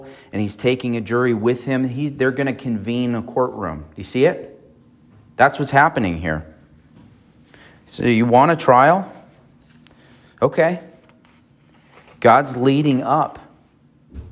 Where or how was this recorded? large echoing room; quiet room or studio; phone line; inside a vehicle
large echoing room